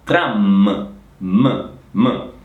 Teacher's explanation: Attenzione alla M finale, non è tran, no, è tram